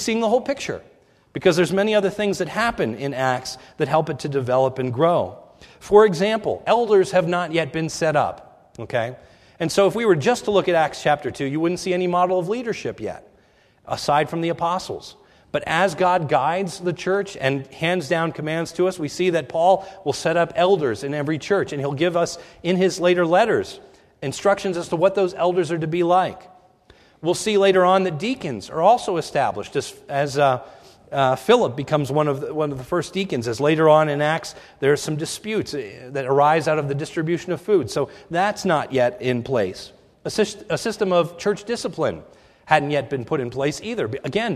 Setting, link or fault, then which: setting, large echoing room